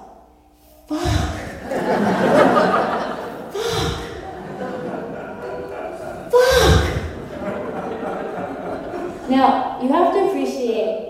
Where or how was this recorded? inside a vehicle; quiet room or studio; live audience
live audience